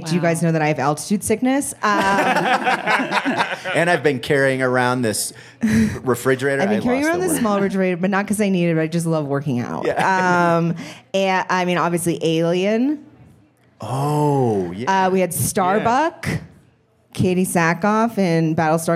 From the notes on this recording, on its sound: live at the Vail Comedy Festival